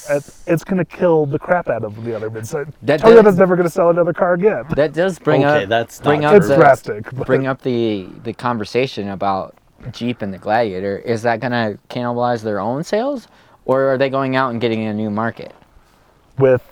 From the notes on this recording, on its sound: 2020 Jeep Gladiator Rubicon. Record this episode from the side of a mountain.